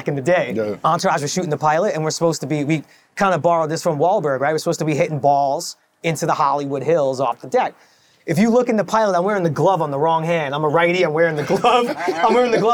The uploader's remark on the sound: Shot on location at Top Golf Las Vegas.